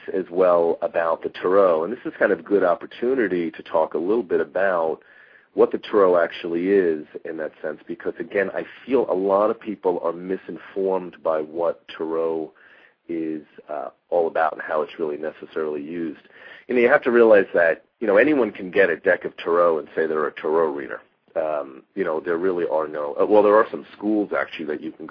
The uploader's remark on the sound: Takes live calls halfway through the show.